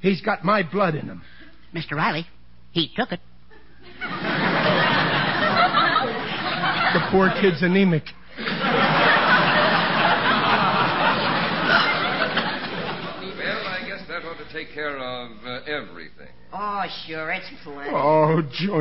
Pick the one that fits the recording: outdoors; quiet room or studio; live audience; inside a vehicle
live audience